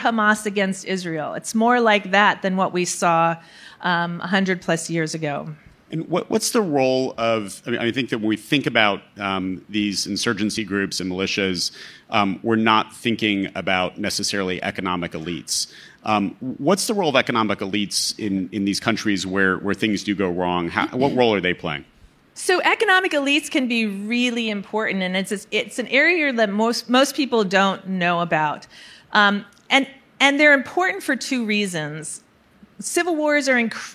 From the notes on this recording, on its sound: Recorded March 1, 2022 at the Upfront Summit.